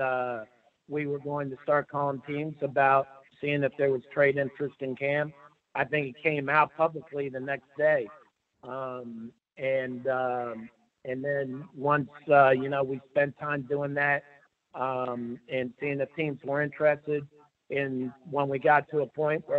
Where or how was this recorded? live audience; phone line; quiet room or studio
phone line